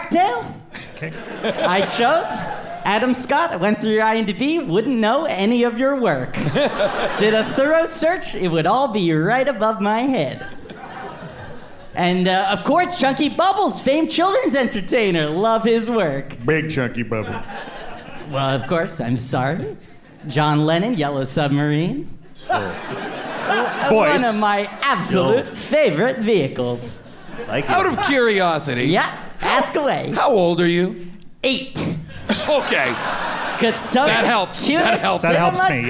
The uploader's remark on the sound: Recorded live at the Bell House in Brooklyn, NY.